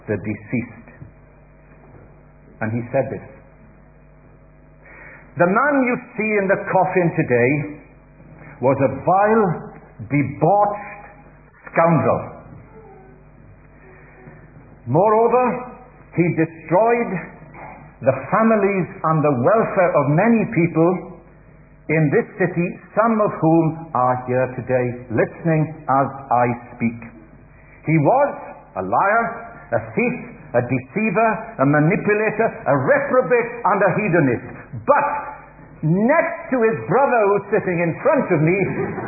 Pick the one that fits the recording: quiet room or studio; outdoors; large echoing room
large echoing room